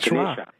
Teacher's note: They delete the A's. So the A at the end is pronounced like a schwa